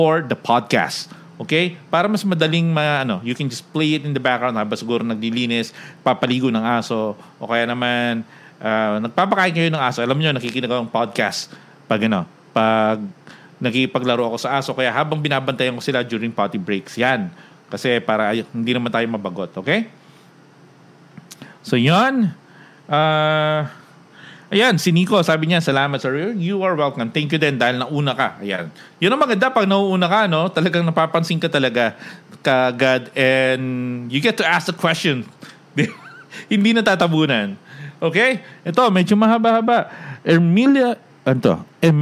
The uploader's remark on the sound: We read comments and ask questions from our live audience.